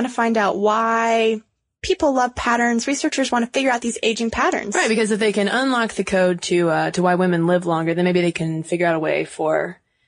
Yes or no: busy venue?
no